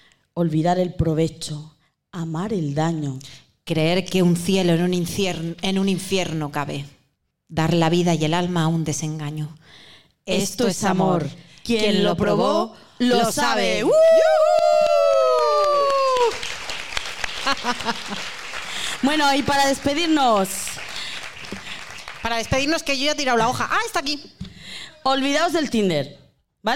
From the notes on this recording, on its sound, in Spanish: Episodio grabado en directo dentro de la programación del Festival 'Enclave Mujer' del Ayto de Murcia.